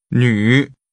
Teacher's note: The tones are falling, rising. 女。 And falling.